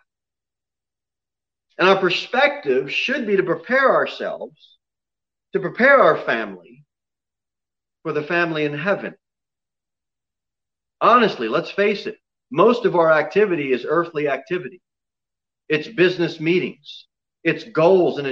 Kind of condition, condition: setting, large echoing room